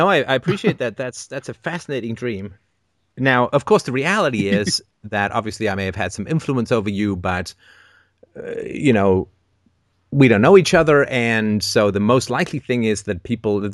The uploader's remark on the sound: Wednesday Call In Show October 9th, 2013.